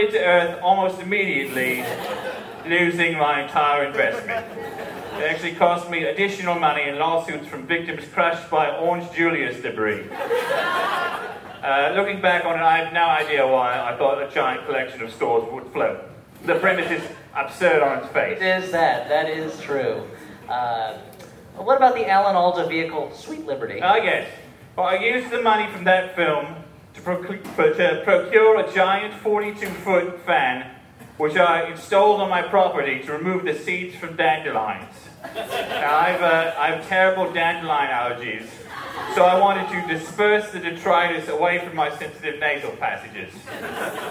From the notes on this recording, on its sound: LIVE SHOW EXCERPT. A little something extra from our Jaws: The Revenge live screening.